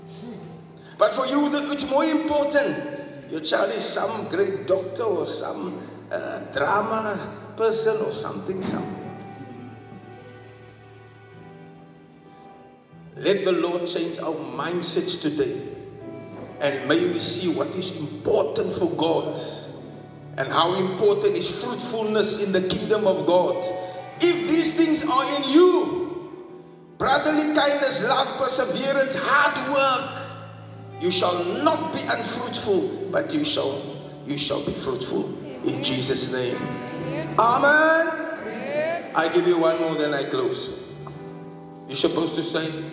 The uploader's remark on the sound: Preached at the Bethel Assembly of God Church in Sydenham, Durban-South Africa